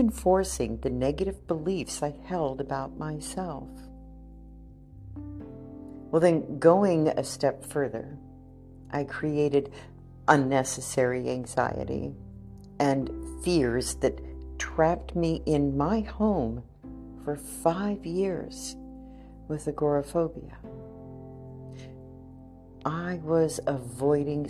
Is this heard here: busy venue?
no